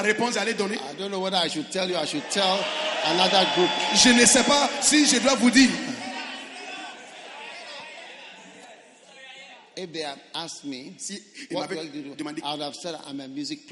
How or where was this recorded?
large echoing room